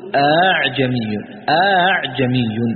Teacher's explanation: فتجعل المفتوحة بين الهمزة المحققة وبين الألف · Term: التسهيل